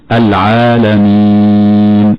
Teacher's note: كلمة العالمين اللام الأولى لام التعريفية، حكمها الإظهار القمري لوقوعها قبل حرف العين، فنقول العالمين. والألف التي بعد العين تمد مدا طبيعيا في حالتي الوصل والوقف لعدم وقوعها قبل همز أو سكون، فنقول العالمين.